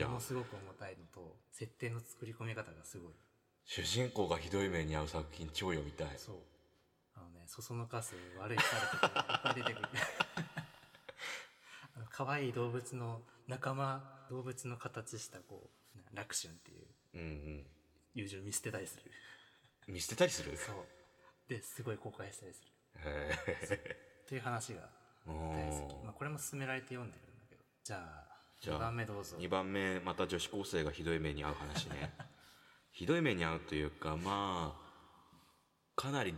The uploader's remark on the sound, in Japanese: 全編エコーがかかっていますが